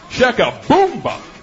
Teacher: the accent goes on the third syllable, boom.